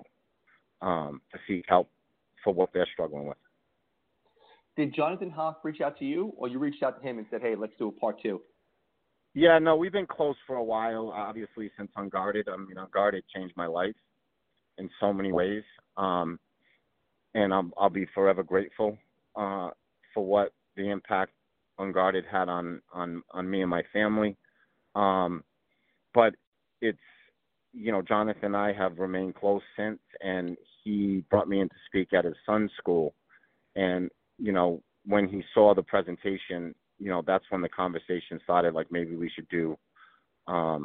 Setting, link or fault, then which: link, phone line